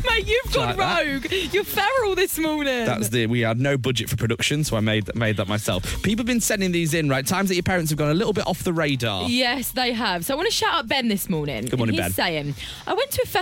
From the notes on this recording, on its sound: In today's KISS Breakfast Wrap, We asked our listeners to call in and finish this sentence...